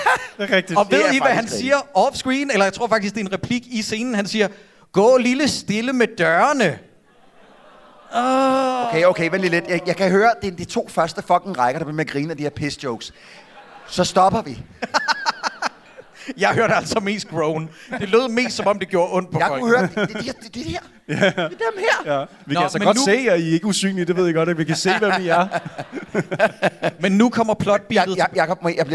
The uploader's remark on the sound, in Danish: Vi er live fra Århus hvor et ekstremt veloplagt publikum tog imod os